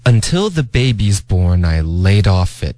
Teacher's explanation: till 结尾的 l 的音，大家一定要顶舌尖，不要动嘴唇，别发成 tu